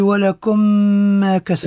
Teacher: الميم في مثيلته إدغام بغن